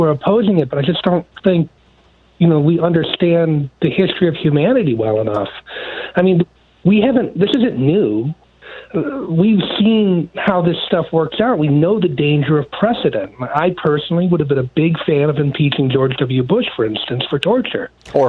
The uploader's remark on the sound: Listeners call